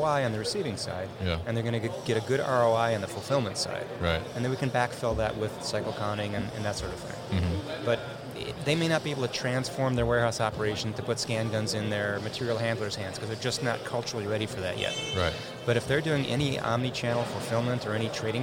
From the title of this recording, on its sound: Barcoding at MODEX 2020